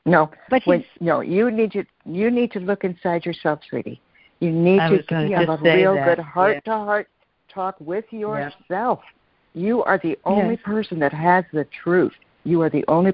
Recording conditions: phone line